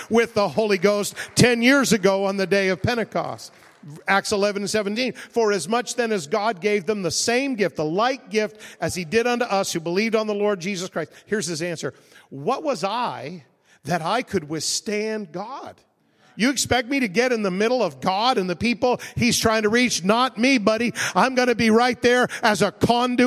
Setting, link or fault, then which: setting, large echoing room